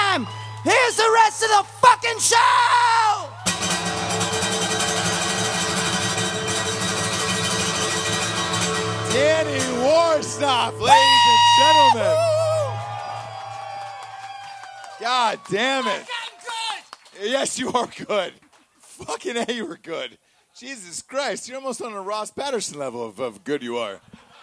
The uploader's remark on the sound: Live From The Drinkin' Bros Cruise Night #2!